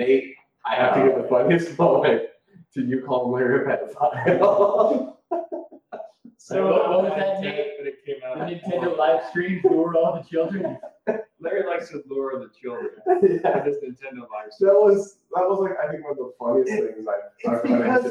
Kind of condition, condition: fault, poor microphone